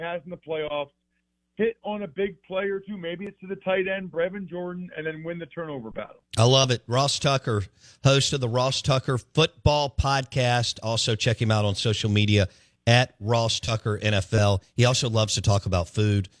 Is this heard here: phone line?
yes